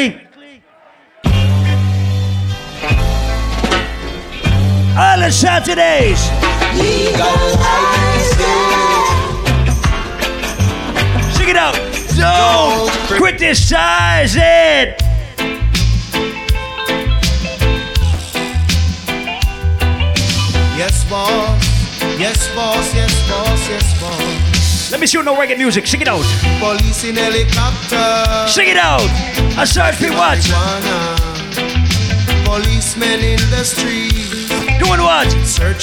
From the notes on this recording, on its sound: Audio recording of my set at Island Saturdays